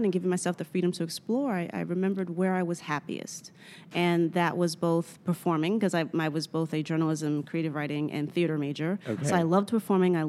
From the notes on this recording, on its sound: At the recent American Humanist Association conference in Chicago, I spoke with her